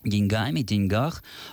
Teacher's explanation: правильным употреблением являются варианты с ударением в конце слова. Деньгами, деньгах, а варианты с ударением на начало слова неправильные и чуть ли неграмотные.